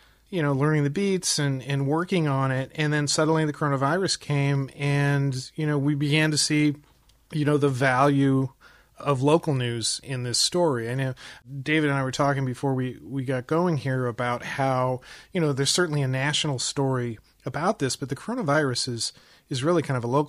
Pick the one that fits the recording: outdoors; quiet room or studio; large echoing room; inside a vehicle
quiet room or studio